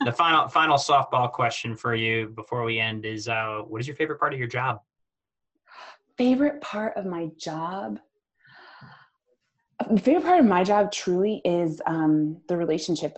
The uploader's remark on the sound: Recording from the Cause Marketing webinar